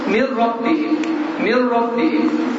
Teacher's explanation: min rabbihim diyende ses burnundan çıkmadı · Term: idgam bile gunne